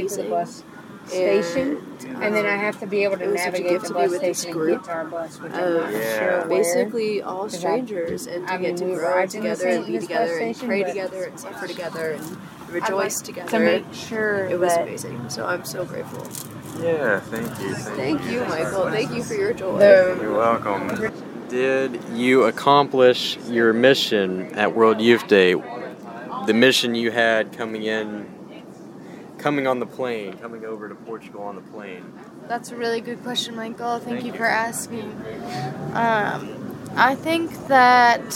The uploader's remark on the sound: Recorded 8 hours of talks, music, and background noise, while he was at World Youth Day 2023.